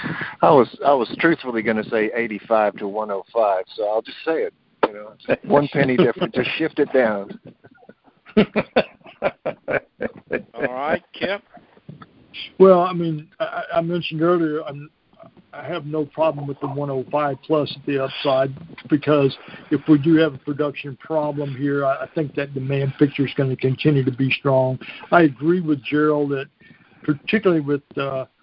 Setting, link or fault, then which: link, phone line